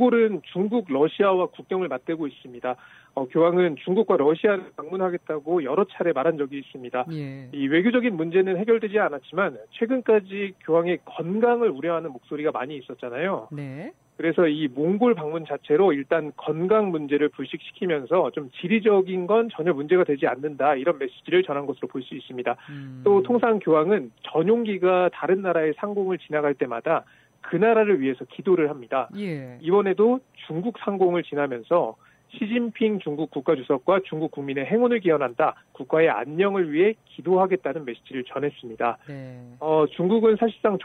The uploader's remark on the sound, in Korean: 현장 연결